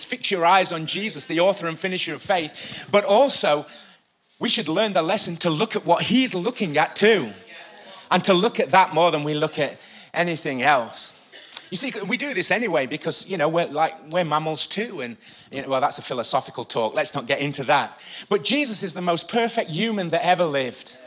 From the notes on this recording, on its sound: Recorded live at the Chesterfield Campus this is the message from the evening service on the 29th September 19.